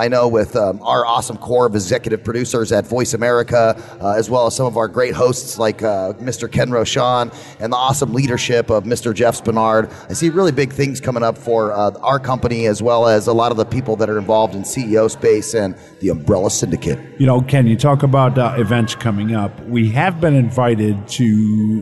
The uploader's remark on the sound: VoiceAmerica Broadcasts Live from CEO Space in Las Vegas.